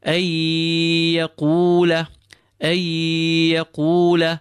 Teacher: Idgham with gunna is applied. We assimilate the noon with the ya, which we apply gunna to